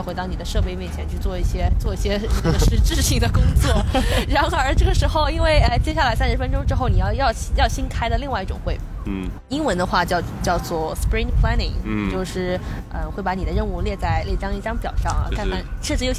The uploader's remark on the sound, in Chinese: 户外录音，稍有杂音